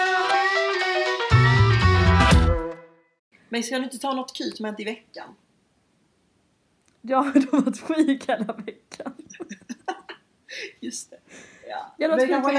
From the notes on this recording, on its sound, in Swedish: Ett flummigt pilotavsnitt med den fattigaste ljudutrustningen man kan hitta.